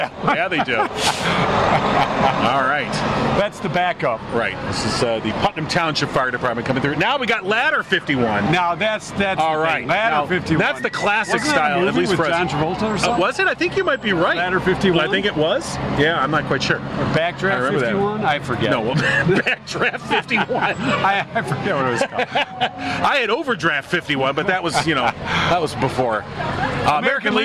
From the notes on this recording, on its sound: We were live from Downtown Pinckney for the annual St. Patrick's Day Parade!